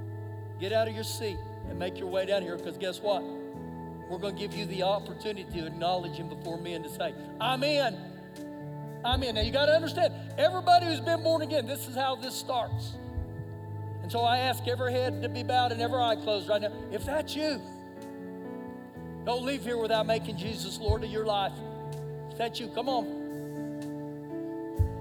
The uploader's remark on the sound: Recorded live during our Sunday morning service